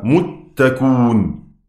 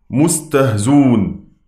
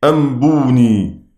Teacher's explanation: يحذف الهمزة ويضم الحرف الذي قبلها لمناسبة الواو، يعني متكئون يقرأها متكون، مستهزئون مستهزون، أنبئوني أنبوني.